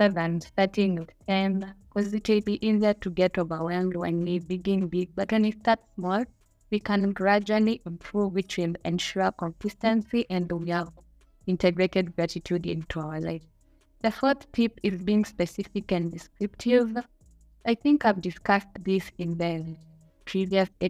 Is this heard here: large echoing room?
no